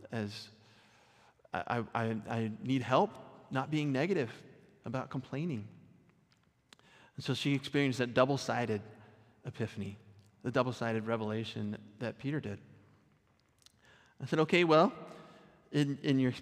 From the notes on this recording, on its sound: Recorded at our Sunday gathering on November 26th, 2023 in Port Orchard WA